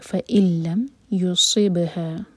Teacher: نون کے بعد لام ہے، یہ ہے ادغام بغیر غنہ کا، تو نون کی آواز نہیں پڑھیں گے ہم یہاں پر